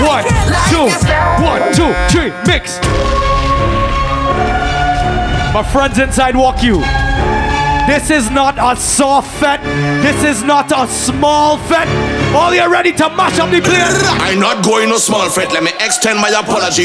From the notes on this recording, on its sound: LIVE AT WUK U SUMMER SCHOOL!